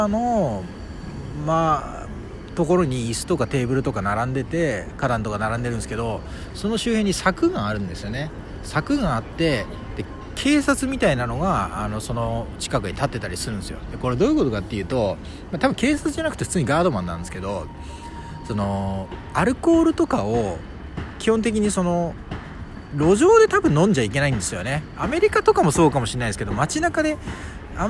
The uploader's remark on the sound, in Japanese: 海外ロケ フィンランド・ヘルシンキ大聖堂の前で収録してみた。フィンランドの首都ヘルシンキに来ましたのでついでにヘルシンキの大聖堂前で録音してみました。